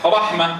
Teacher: تكون في الوصل تاء وفي الوقف هاء ساكنة ولا يدخلها الروم ولا الإشمام. · Term: هاء التأنيث